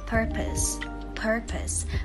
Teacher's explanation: cách đọc thực sự của từ này phải là purpose purpose với trọng âm rơi vào âm tiết đầu tiên · IPA: /ˈpɜː.pəs/